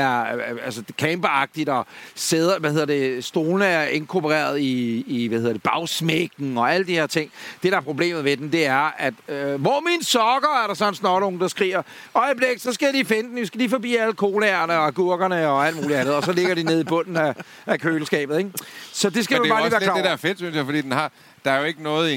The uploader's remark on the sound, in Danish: Det regner, det er LIVE. I dette afsnit af Bilklubben sender vi LIVE fra Drive-in Biografen i Lynge. Men det er det, man i radiosproget kalder for live-on-tape.